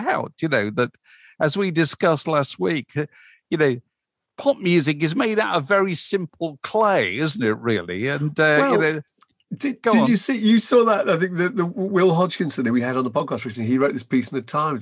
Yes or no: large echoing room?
no